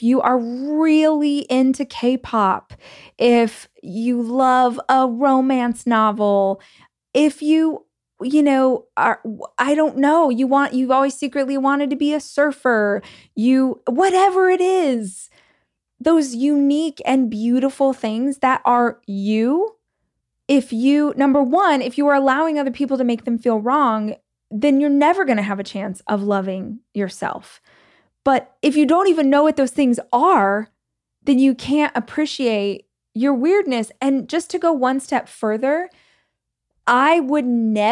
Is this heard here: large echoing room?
no